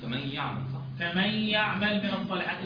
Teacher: هي العين فيها صفة التوسط